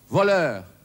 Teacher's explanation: Haben Sie gemerkt, das S am Ende von Voleur wird nicht ausgesprochen